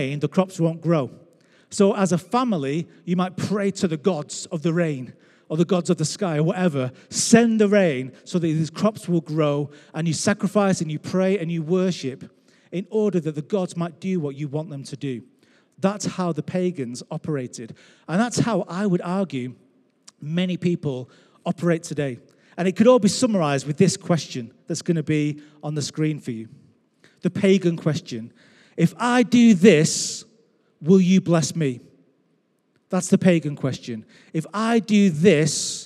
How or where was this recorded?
large echoing room